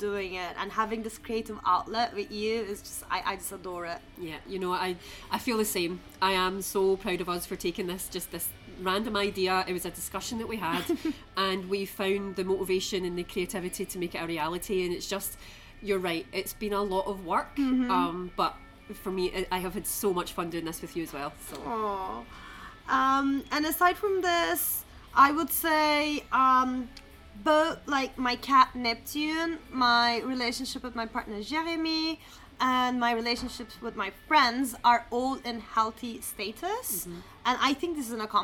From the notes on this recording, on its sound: We recorded this episode on 10 December 2023, at Aux Vieux Châtelet. We recorded this episode on 10 December 2023, at Aux Vieux Châtelet.